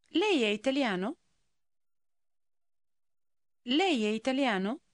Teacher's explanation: Remember the rising inflection